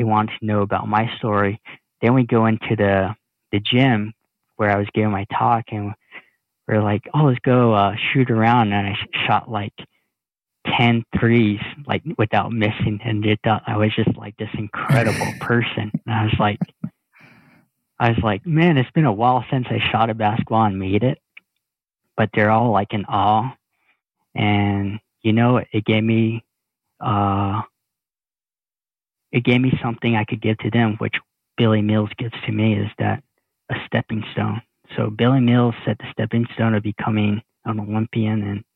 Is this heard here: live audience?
no